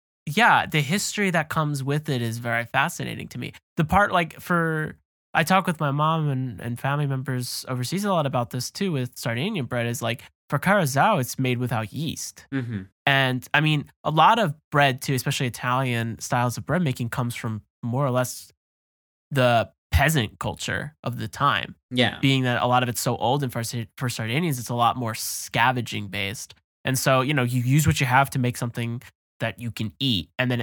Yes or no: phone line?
no